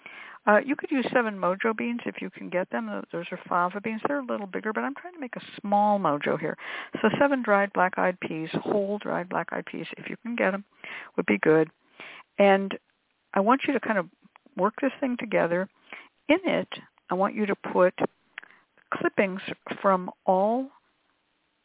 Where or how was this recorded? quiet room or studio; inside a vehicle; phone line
phone line